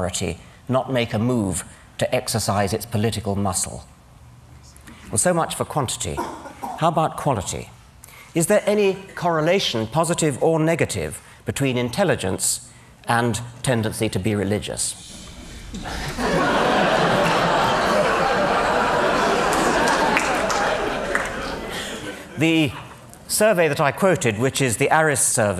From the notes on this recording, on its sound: Drew strongly mixed reactions from the audience; some stood and applauded his courage.